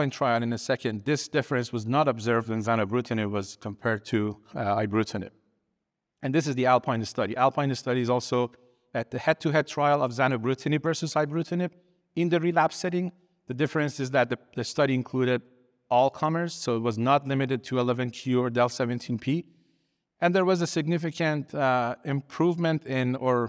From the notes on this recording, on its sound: “Clinical Consults” event recorded at the 2023 Tandem Meetings.